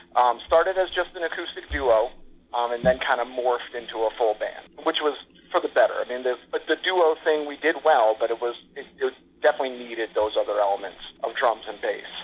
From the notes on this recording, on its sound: First ever phone interview.